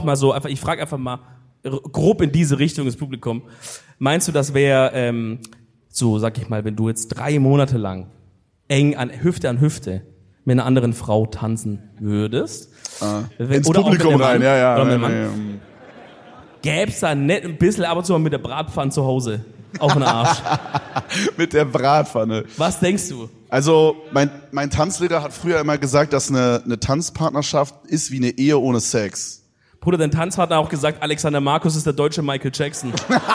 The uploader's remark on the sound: EDELTALK LIVE. Köln 2023.